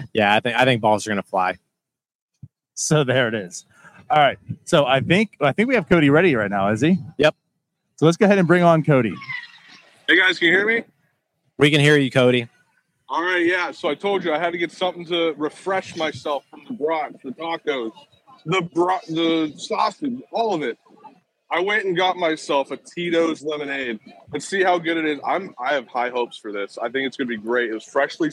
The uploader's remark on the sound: We are live inside LECOM Park for today’s Spring Training game